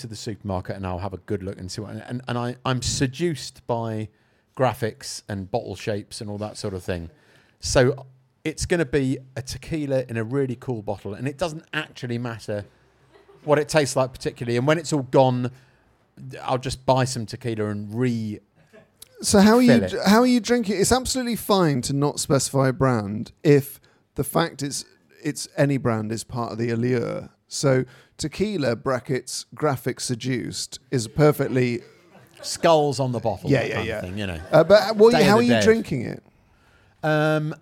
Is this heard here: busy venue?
yes